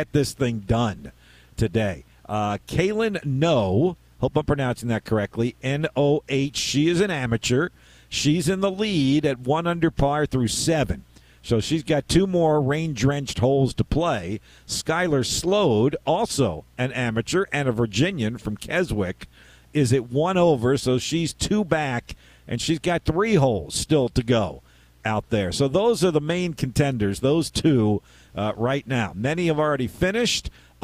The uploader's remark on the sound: Despite it being a rain-soaked Wednesday. Broadcasted live from Independence Golf Club at the 1st Women's Open of Virginia.